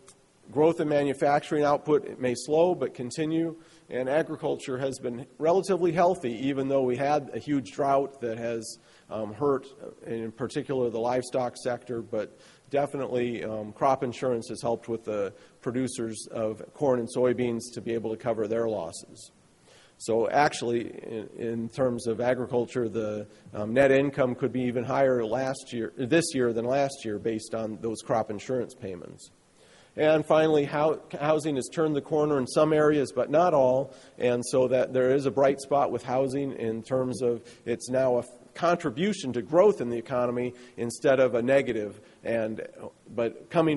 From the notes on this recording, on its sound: spoke to attendees at the 2012 Paper Recycling Conference